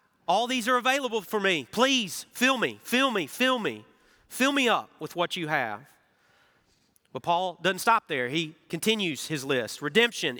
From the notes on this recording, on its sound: Recorded Live at Brookwood Church